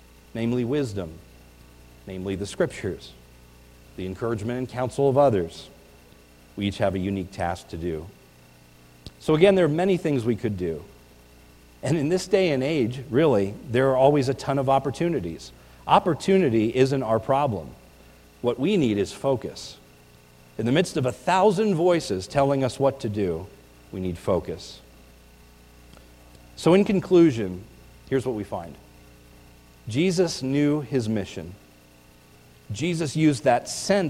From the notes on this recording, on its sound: This is a recording of the New Year’s Eve Service at the Lebanon Bible Fellowship Church in Lebanon, PA.